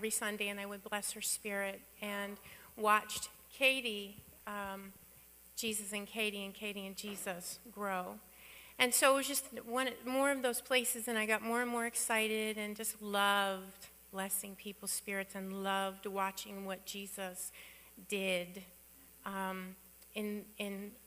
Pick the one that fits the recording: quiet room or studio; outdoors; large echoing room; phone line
large echoing room